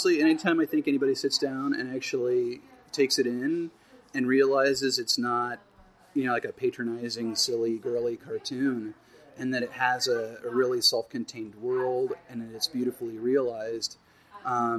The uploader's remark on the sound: A special podcast recorded Saturday at the Perky Nerd Comic &amp; Coffee Shop in Burbank. Here is a special podcast recorded Saturday at the Perky Nerd Comic & Coffee Shop in Burbank.